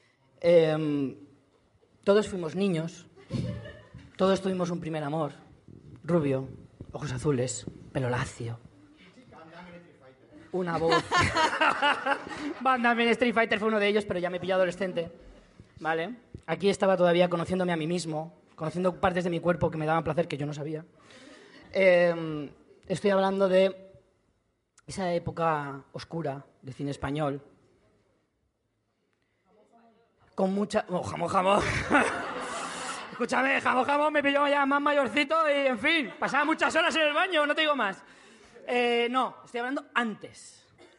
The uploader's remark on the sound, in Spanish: Podcast en directo desde la primera edición de las Chulapod de Madrid.